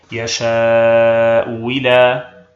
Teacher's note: في هذه الحالة لنا في الهمزة الثانية وجهان: الأول التسهيل، الثاني الإبدال واوا خالصة مع إبقاء الكسرة